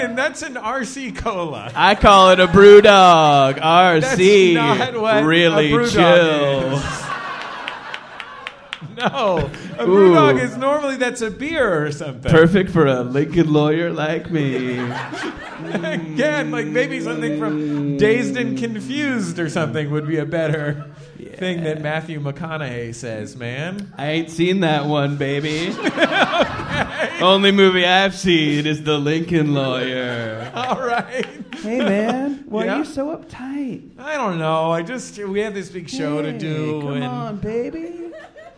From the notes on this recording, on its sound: Live from Minneapolis and Chicago